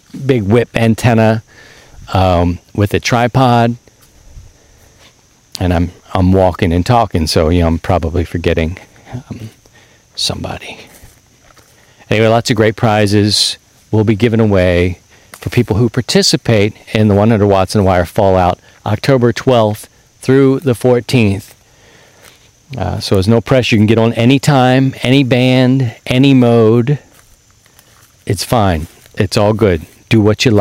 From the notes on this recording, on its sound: This week, we're back outside